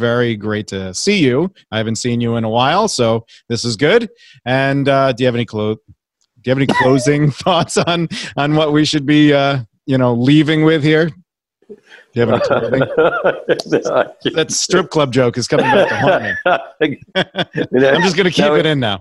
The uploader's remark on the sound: This audio was taken from a live webinar